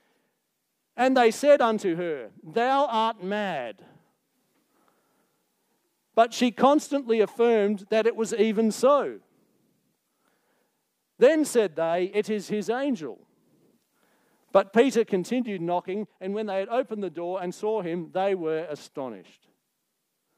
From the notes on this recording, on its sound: Recorded Live on 22nd October 2023. Geraldton Baptist Church.